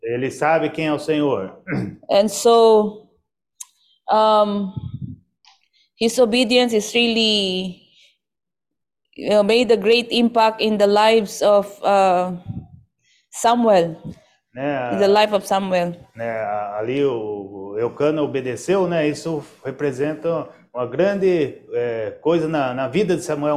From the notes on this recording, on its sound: zoom meeting